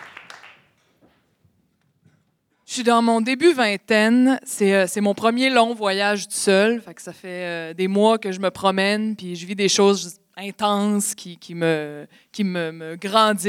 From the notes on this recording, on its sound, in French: La finale de notre expérience de radio direct, enregistrée sur scène.